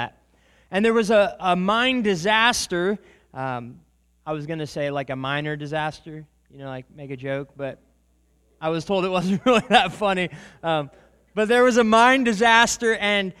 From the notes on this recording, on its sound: This is a recording of a sermon. At the Church of Christ at Treaty.